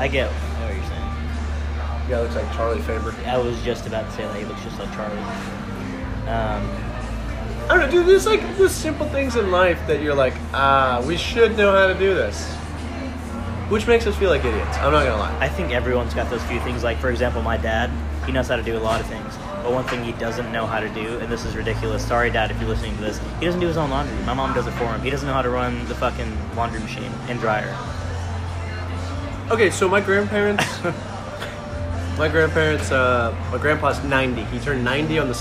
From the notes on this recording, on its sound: Sit outside of Marlow's Tavern and just hit record. We decided to shoot an episode while we just chatted at lunch together.